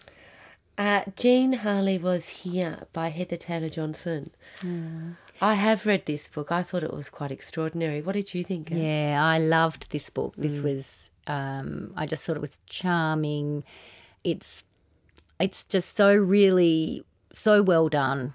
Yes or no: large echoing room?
no